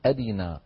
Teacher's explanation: رواها الدوري عن أبي عمرو باختلاس كسرة الراء فيقول أرينا، ربنا أدنى اللذين، أدنى اللذين، هكذا فيها شيء من السرعة مع خفض في الصوت وليست بالحركة الكاملة في هذه الكلمة بالذات.